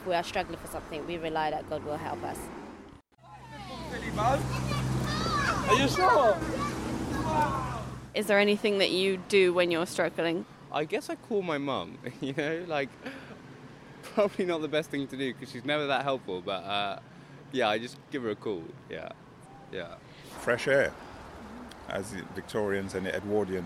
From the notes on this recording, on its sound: Walks around different parts of Camden asking passersby to talk to her for 5 minutes. The aim is to capture a cross-section of street life in this diverse and eclectic borough of London. The second episode was recorded in Eversholt Street and Mornington Crescent early on a Sunday morning.